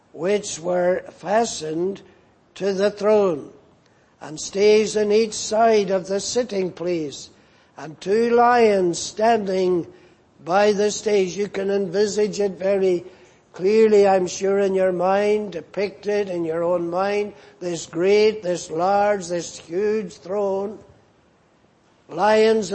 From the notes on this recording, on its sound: at the Lord’s Day Evening service on 18th February, 2024.